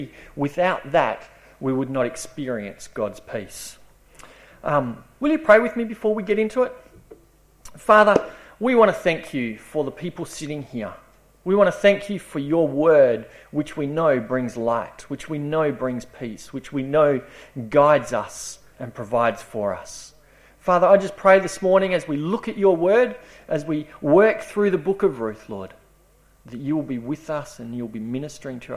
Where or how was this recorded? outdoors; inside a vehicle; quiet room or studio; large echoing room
large echoing room